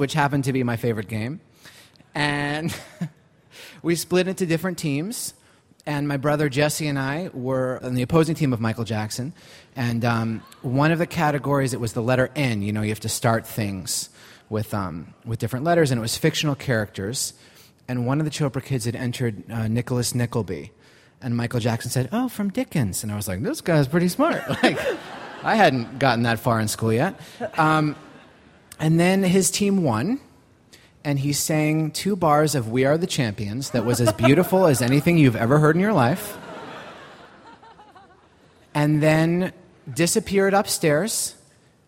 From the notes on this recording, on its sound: the show we recorded in New York City at Central Park's SummerStage on June 14th, 2013